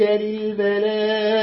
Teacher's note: هذا مد واجب متصل للملائكة ألف بعد همزة